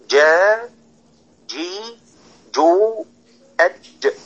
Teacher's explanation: حرف الجيم حرف شديد مجهور مستفل منفتح مصمت